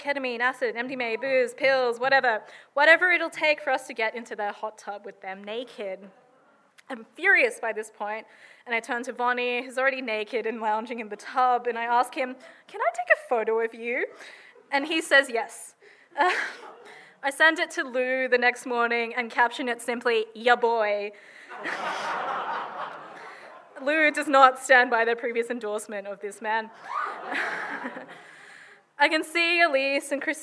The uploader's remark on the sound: recorded at Riverside Theatres in Paramatta in 2022